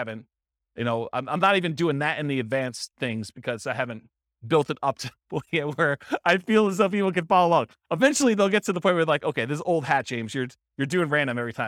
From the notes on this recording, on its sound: This was a live class recorded